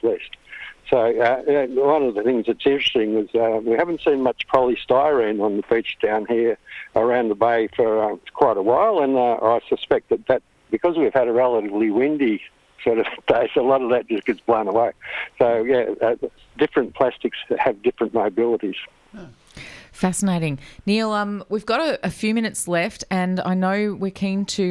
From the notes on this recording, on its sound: He'll join us by phone to summarise findings of audits over 2 years.